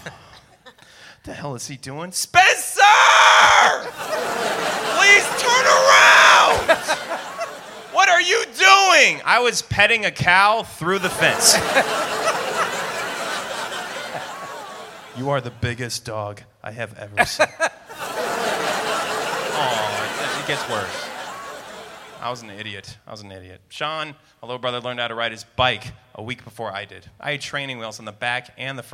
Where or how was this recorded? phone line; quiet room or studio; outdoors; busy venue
busy venue